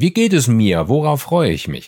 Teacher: Das fühlt sich toll an und ganz entspannt und tief und souverän, wenn auch etwas monoton. · Term: Wohlfühltonstimme